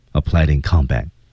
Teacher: 小连读 combat T 失去爆破